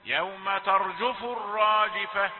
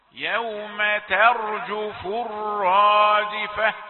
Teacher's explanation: تاء مرققة وبعدها راء مفخمة · Shown in: second take